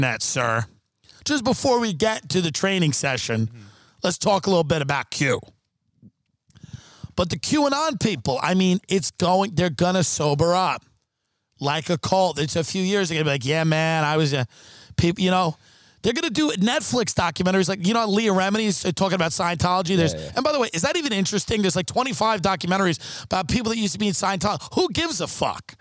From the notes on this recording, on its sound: After a series of unfortunate events in the desert. Are forced to record outside in the dark.